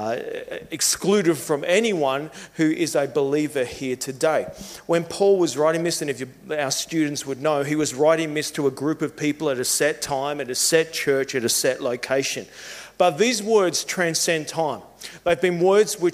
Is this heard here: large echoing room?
yes